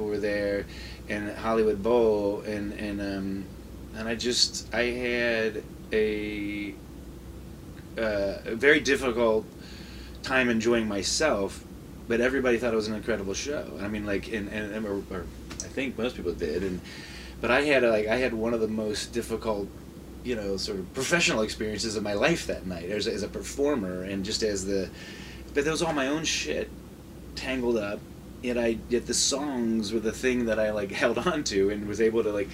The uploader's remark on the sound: live from the Homecoming Festival